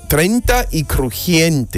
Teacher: El diptongo cambia de E, I a I, E.